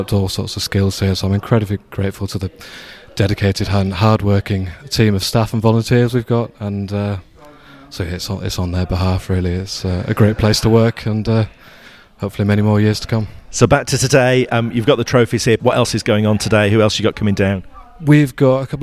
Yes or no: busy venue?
yes